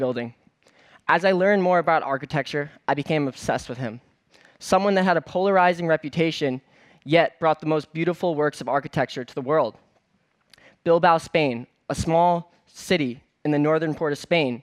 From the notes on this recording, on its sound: on stage at #BoFVOICES